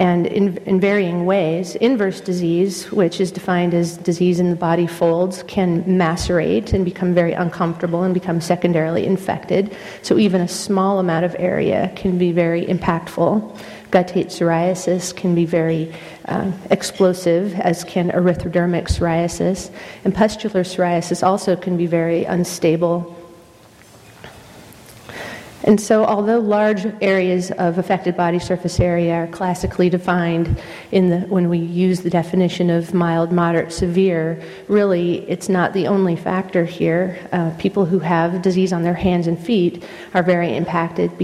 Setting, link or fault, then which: setting, large echoing room